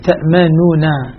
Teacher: هذه حقيقة كلمة تأمننا كما يقرر العلماء هي عبارة عن فيها نون، في الأصل نونين، تأمننا، نون مضمومة ونون مفتوحة، أدغمت النون المضمومة بالنون المفتوحة من باب الإدغام الكبير